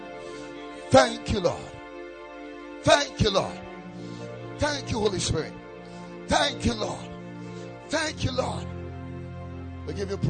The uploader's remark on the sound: Preached at the Ekklesia Chapel